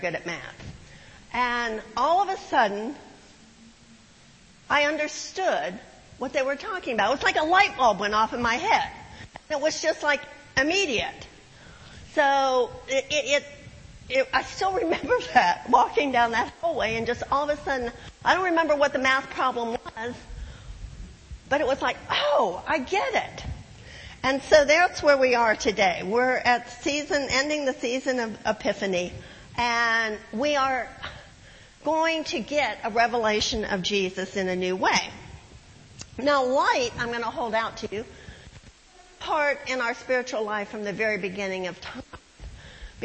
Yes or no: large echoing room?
yes